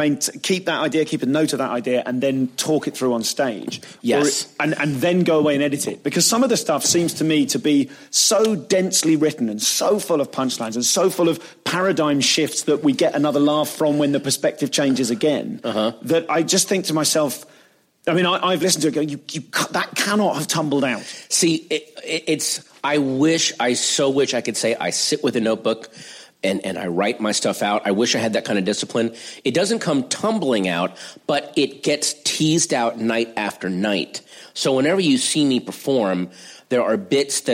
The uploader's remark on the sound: Live at Just For Laughs, Montreal